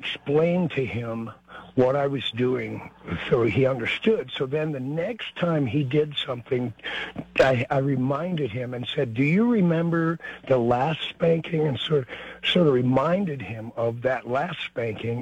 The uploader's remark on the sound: takes your phone calls on News Radio KKOB